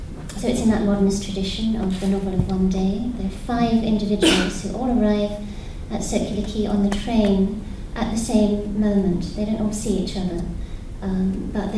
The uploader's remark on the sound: Provocation at Worlds Literature Festival 2011. By National Centre for Writing.